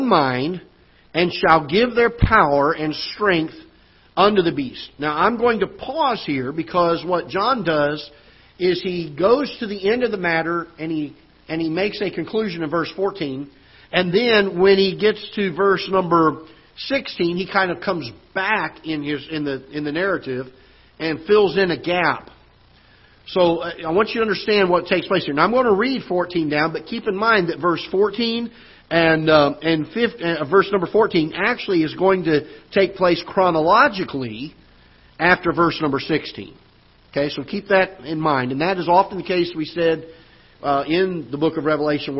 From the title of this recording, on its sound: Ketha Heights Baptist Church ~ Live Broadcast